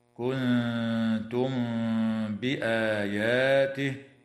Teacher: وتخفى الميم الساكنة عند الباء مع الغنة